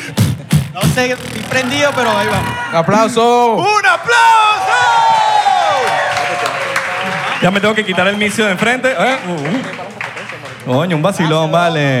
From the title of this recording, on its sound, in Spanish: En vivo con público